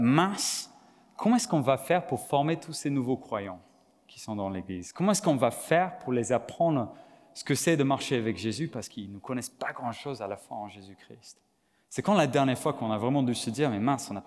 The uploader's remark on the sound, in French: Enregistré à l'église CVV, le 18/09/2022